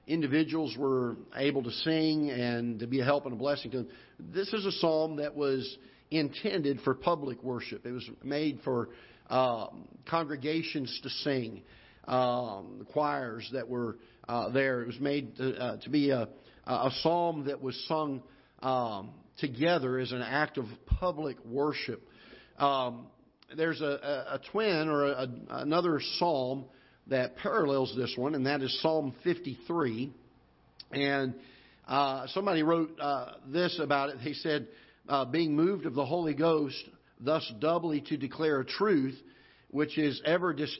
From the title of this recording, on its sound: Ketha Heights Baptist Church ~ Live Broadcast